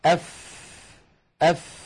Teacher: وتستطيع أخي المشاهد في البيت أن تجرب بأن تضع يدك هكذا أمام فمك أف أف، فتجد بأن هناك هواء يتدفق مع خروج الفاء